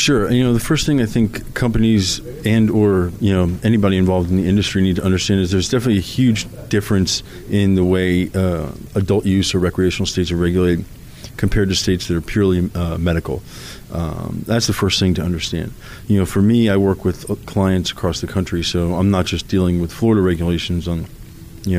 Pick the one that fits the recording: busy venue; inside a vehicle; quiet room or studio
busy venue